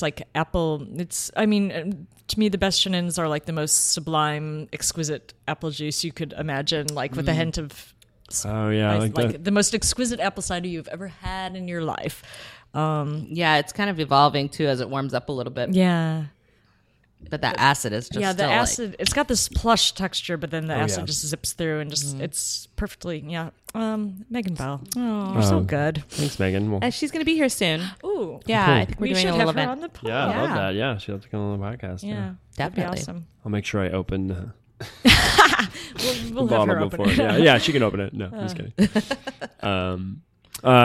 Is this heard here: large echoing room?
no